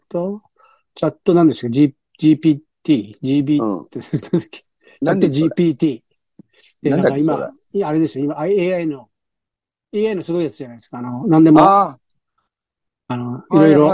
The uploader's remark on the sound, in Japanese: ZOOMで収録。